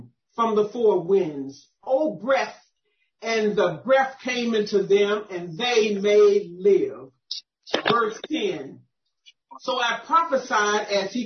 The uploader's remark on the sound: 2021 November Zoom Deliverance Meeting. Audio by Zoom Meetings.